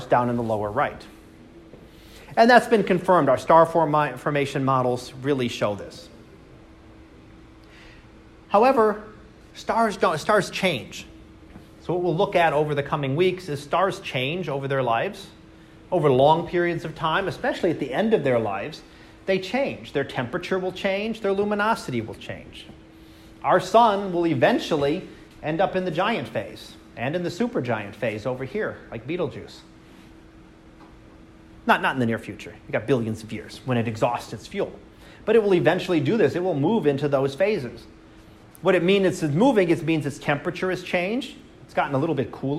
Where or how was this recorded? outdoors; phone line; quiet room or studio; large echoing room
large echoing room